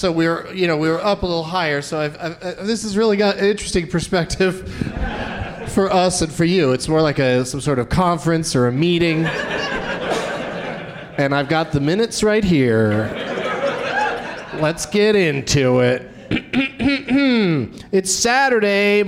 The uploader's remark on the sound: Live from the Comedy Cellar at the Rio Hotel in Las Vegas